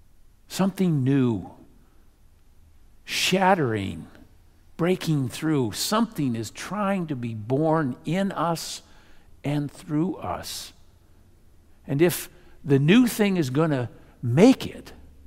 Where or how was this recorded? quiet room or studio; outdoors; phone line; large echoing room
large echoing room